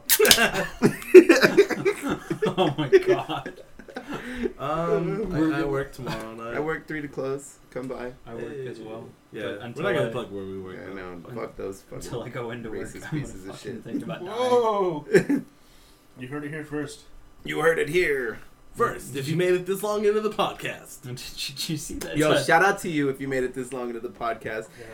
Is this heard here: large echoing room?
no